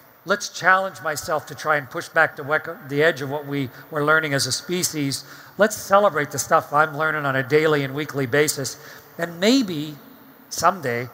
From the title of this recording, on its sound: StarTalk Live! from Future Con